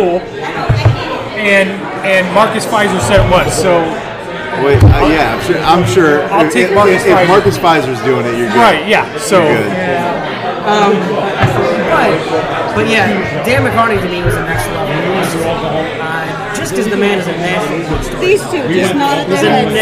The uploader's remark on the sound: Travel on the road to Revelton Distillery in Osceola Iowa to record live in front of guests and friends. It's an open mic.